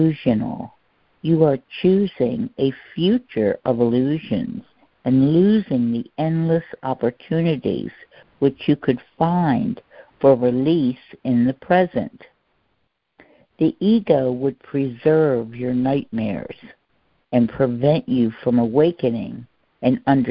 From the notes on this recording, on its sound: ACIM Daily Conference Call